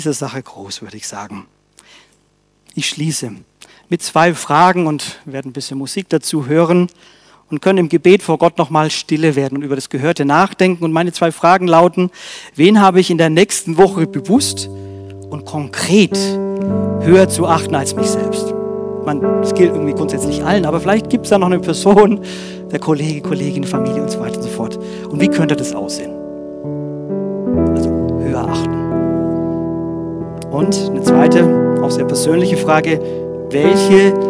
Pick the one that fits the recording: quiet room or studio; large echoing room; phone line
large echoing room